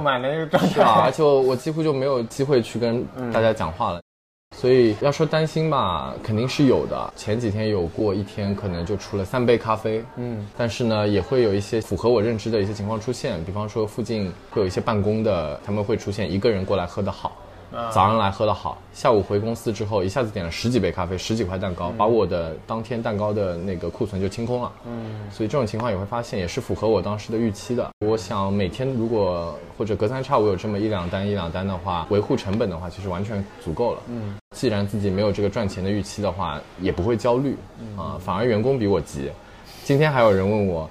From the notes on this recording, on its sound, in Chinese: 在他新开的Ferm Coffee的一次访谈。FERM Coffee：碧云路420弄30号 （碧云尊邸商业区-威尔士健身房旁）。